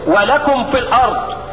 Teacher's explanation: الميم تخرج من بين الشفتين والفاء تخرج من اطراف الثنايا العليا اطراف الثنايا العليا دي وبطن الشفة السفلى